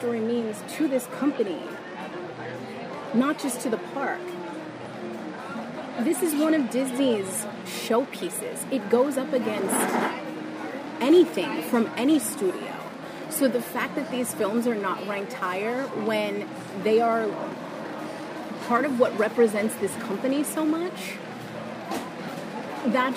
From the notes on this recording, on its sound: We are taking the show on the road, recording live from Baseline Taphouse at Disney's Hollywood Studios.